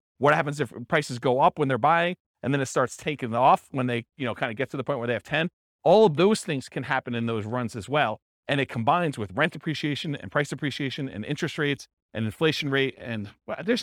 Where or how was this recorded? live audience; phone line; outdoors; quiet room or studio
live audience